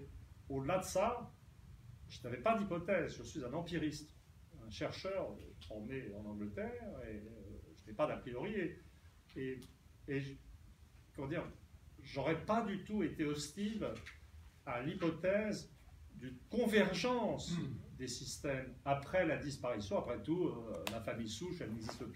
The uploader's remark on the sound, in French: Désolé pour la mauvaise qualité sonore, la carte de mémoire du micro qui devait assurer la qualité s'est vite retrouvée saturée.